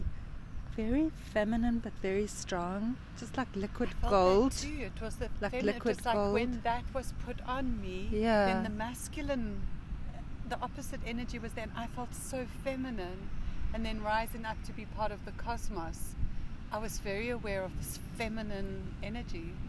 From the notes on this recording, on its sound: Background sounds... Wild side of a seaside nature walk.